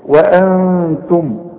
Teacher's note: وانتم طبعا الواو انت خدتها مرققة، الهمزة دائما مرققة، نون بعدها ت والت من حروف الاخفاء، وغن هنا بقى